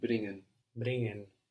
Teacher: you don't pronounce so much the G here because it's NG · Term: NG combination